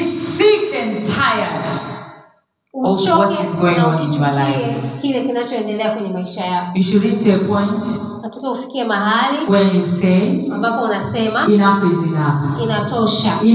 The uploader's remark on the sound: Sermon preached at Special Sunday for Professionals and Business Owners, Lampshine Church, Dar es Salaam, Tanzania.